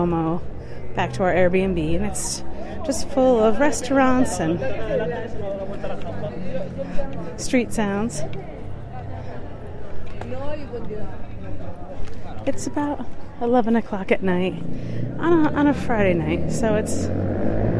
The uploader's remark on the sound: explores the sounds of the city at night while they walk through the streets of Florence